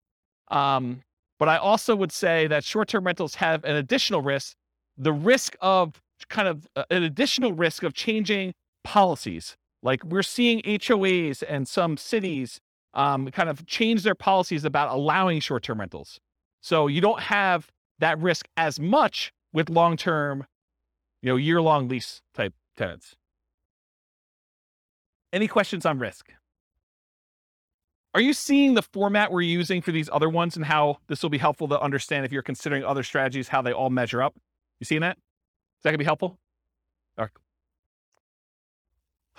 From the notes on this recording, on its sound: This was a live class recorded